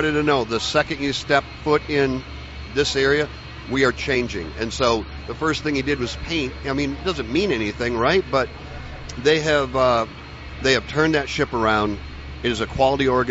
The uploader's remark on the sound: Joined live at the Daytona International Speedway.